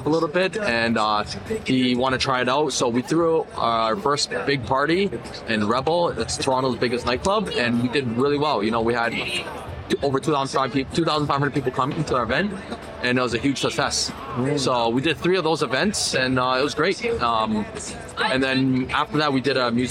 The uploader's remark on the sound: Interviews at Veecon 2023